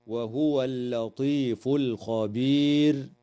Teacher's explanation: يراعى ترقيق اللام في كلمتي اللطيف والخبير